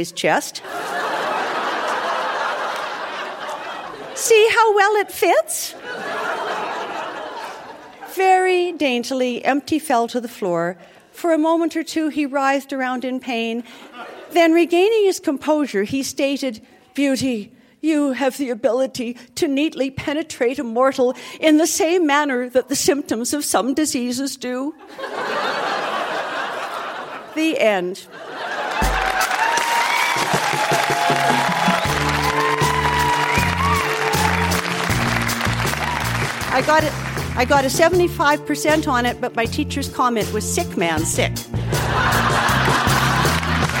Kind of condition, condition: setting, live audience